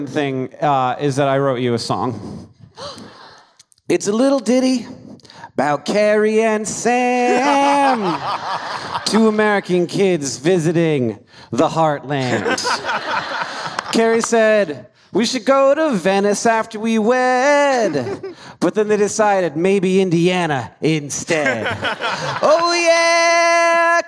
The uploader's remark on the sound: Live in Carmel, IN!